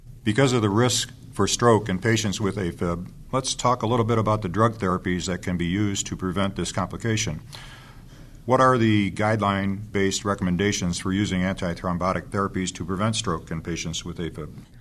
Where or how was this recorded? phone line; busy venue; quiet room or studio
busy venue